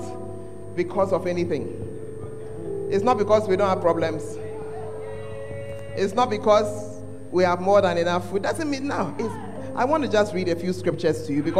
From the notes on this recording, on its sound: Preached at the Fountain Of Life Cathedral.